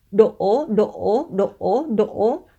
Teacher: thanh ngã gồm có hai thành phần là thanh nặng và thanh sắc. Khi trẻ nói ngã thành ngá hay là đũa thành đúa thì là do trẻ đã bỏ qua thanh nặng và chỉ phát âm thanh sắc.